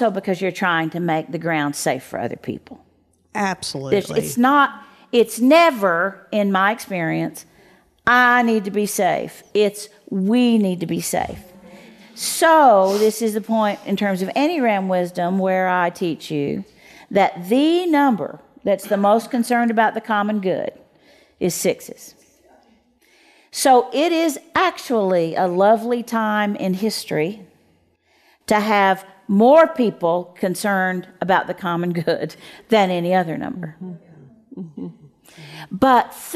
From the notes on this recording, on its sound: At the Micah Center in front of a small audience.